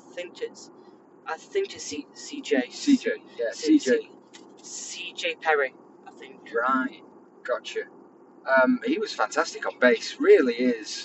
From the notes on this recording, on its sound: we are driving home